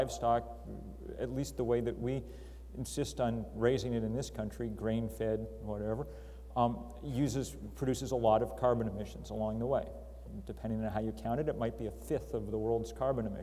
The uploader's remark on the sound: Yoder Public Affairs Lecture, Question & Answer session